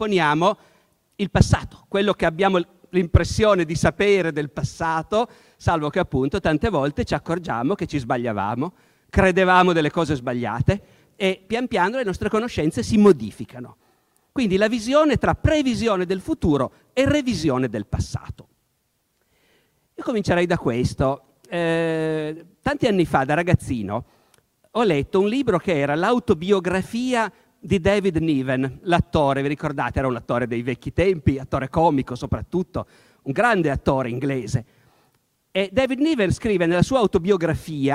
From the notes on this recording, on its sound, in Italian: Incontro organizzato dal Festival della Comunicazione di Camogli, 2018.